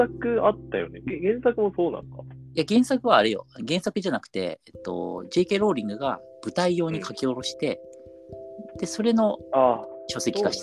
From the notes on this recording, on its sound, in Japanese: ごめんなさい！音声がくぐもってます！